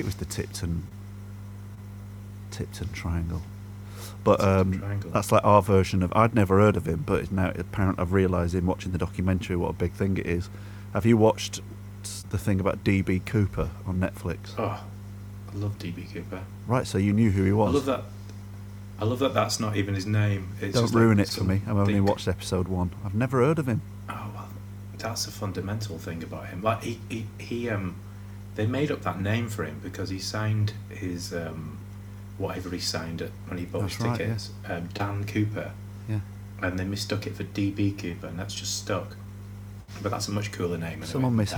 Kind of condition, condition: fault, hum or buzz